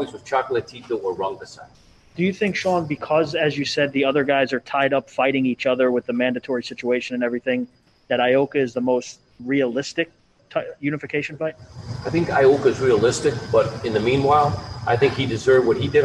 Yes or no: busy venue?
yes